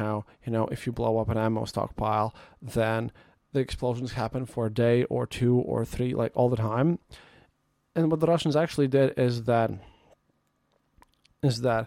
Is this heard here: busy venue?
no